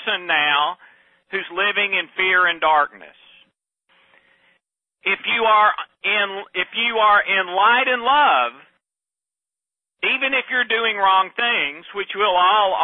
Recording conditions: phone line